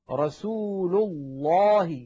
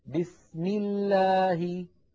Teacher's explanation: تفخم لام لفظ الجلالة التي هي كلمة الله إذا سبقت بفتحة أو بضمة · Shown in: first take · Term: تفخيم لام لفظ الجلالة